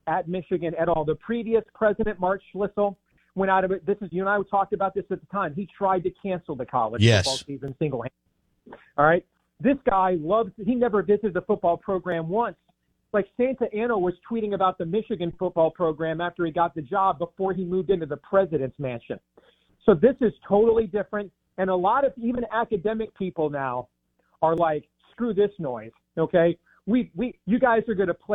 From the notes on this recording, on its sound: Joins the show on the Farm Bureau guest line talking about Michigan's response to the Big 10 live in the BankPlus Studio.